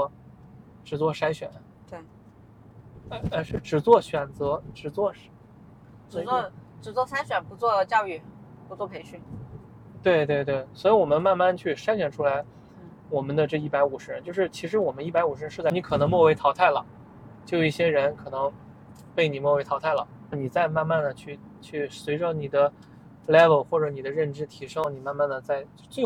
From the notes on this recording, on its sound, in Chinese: 这期很特别，因为我忙着赶车所以是在车上录制的这期播客。